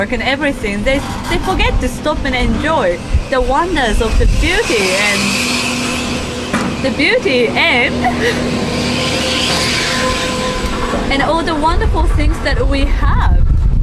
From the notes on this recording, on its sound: Our first videocast live from the Ferris Wheel, Geelong!